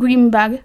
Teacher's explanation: dirían green bag con una M en vez de una N. · Term: asimilación del lugar de articulación